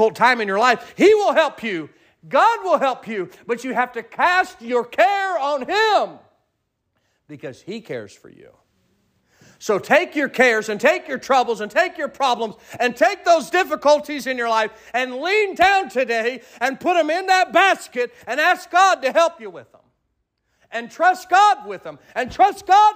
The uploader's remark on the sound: Sermon preached at Mid County Baptist Church